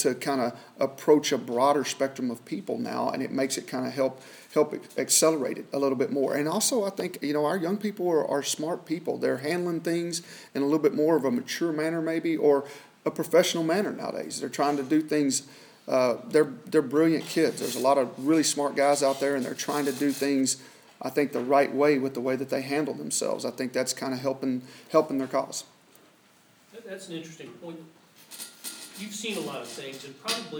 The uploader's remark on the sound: weekly press conference with the media